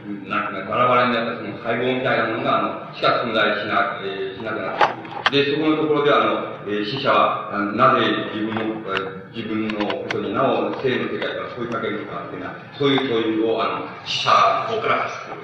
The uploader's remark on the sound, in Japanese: 京都大学にて。場所：京都大学 時計台ホール。周辺のノイズが入っており、 音質はあまりよくない。質問はひとつひとつが切れており。